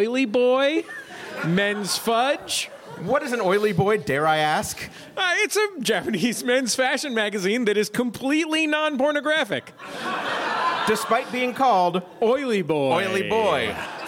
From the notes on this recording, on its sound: The show was recorded at the The Angel City Brewery in Los Angeles. The show was recorded at the The Angel City Brewery in Los Angeles.